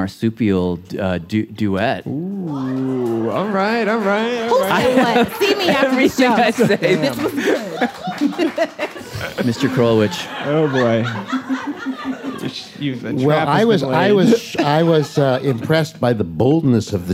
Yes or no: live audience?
yes